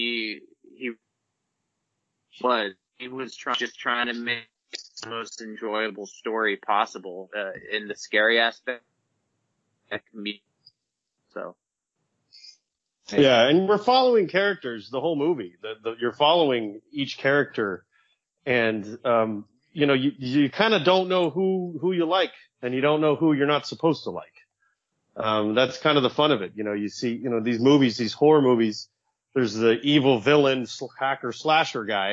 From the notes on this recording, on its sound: Unfortunately there were some audio issues that we were able to work around.